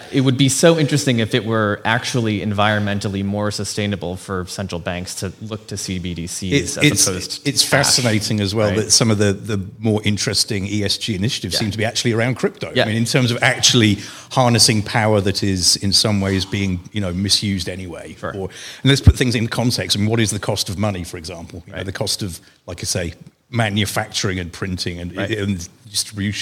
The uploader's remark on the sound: Chainalysis and Cross River invited us to host a LIVE podcast conversation at the launch party for their new partnership.